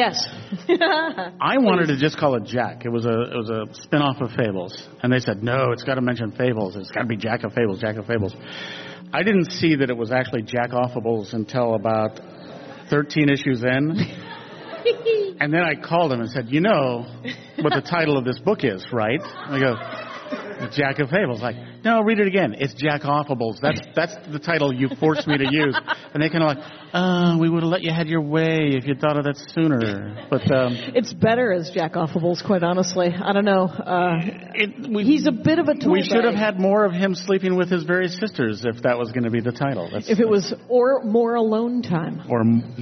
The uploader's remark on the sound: I’m Live at in Minneapolis. TDF EP 131 – LIVE. I’m Live at in Minneapolis.